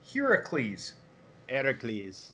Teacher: The H is breathy, so it's Heracles.